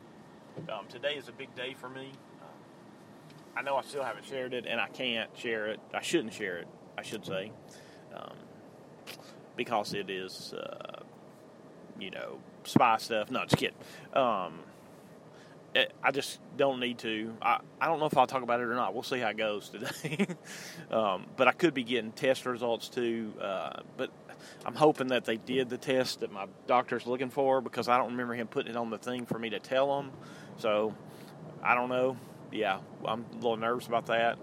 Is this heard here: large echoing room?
no